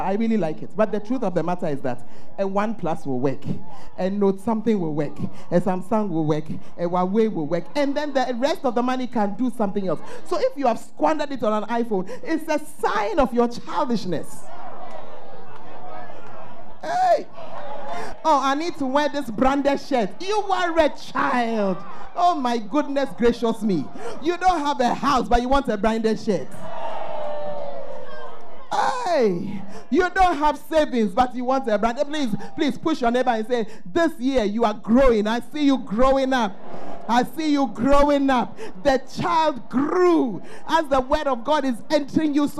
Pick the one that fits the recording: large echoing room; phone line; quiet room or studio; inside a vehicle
large echoing room